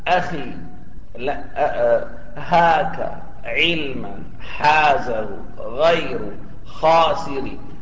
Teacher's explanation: فترى هذه الحروف كلها من أين تخرج؟ من الحلق، لا علاقة للسان بها · Term: حروف الإظهار